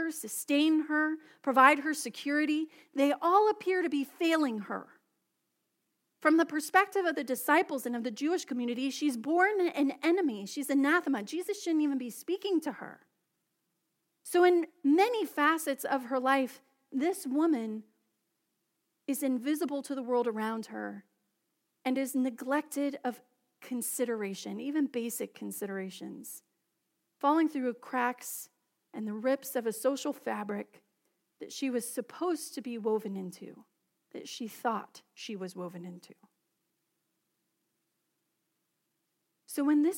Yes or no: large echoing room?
yes